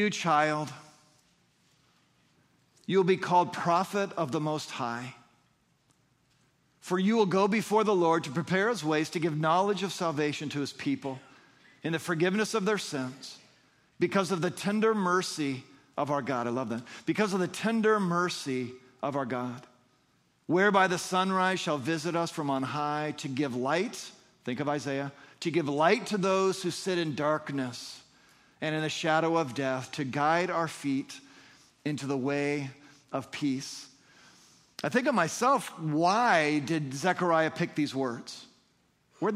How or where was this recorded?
large echoing room